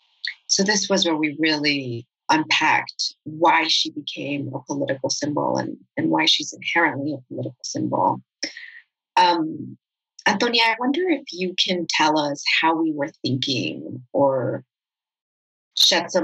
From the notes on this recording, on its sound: This episode was recorded live during a virtual event with WBUR Cityspace.